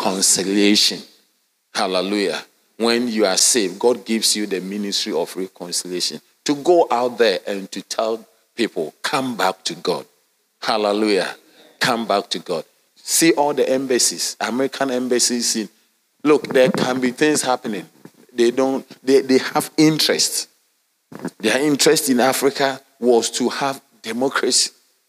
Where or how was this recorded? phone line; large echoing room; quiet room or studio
large echoing room